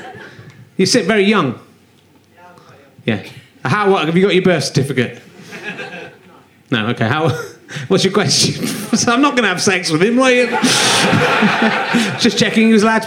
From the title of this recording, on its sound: Leicester Square Theatre Podcast